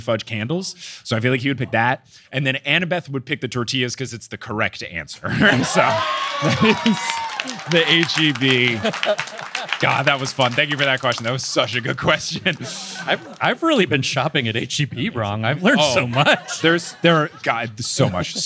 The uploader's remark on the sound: LIVE in Austin! Live in Austin, TX.